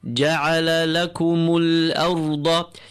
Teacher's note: The hamza is clean of the word arda. Ra is filled and the dad is strong. Ja'ala lakumul arda.